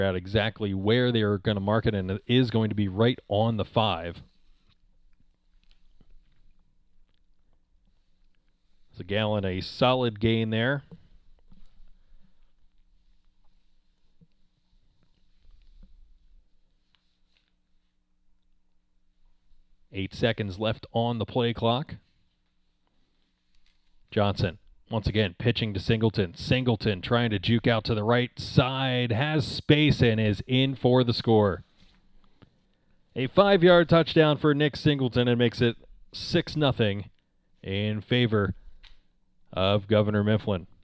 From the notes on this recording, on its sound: The radio station shows up when they see a good game coming. That means we got pushed outside.